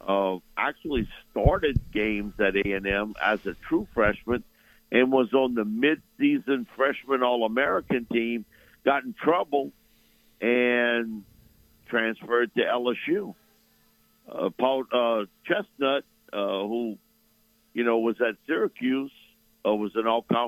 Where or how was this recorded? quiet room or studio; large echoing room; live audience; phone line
phone line